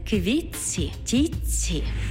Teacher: У словах «квітці» та «тітці» звук «т» переходить у м'який подовжений звук «ц»